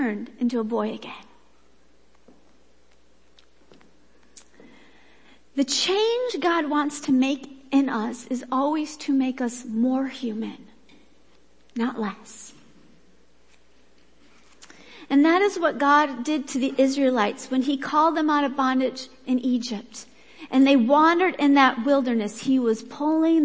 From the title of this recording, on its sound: Worship Service